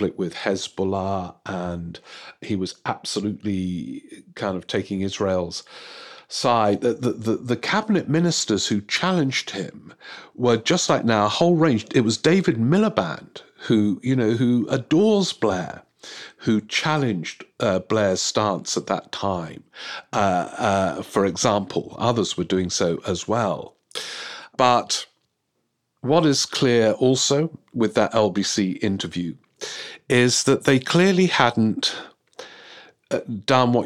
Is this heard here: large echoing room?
no